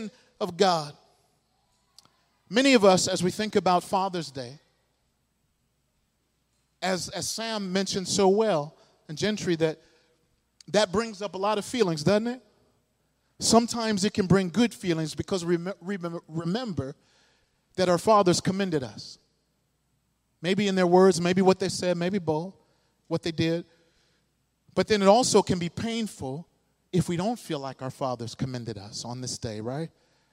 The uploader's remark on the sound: This sermon was delivered at New City Fellowship West End in St. Louis, MO.